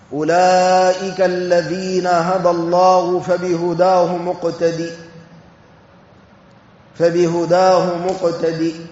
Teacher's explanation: وقرأ حمزة والكسائي بغير هاء السكت